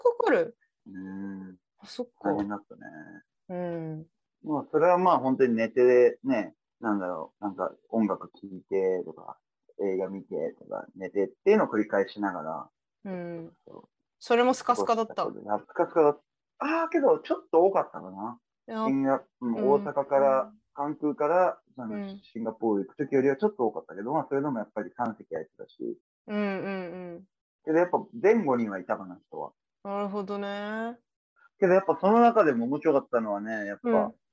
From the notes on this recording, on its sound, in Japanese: 音質があまり良くないため、聴きづらかったら申し訳ありません･･･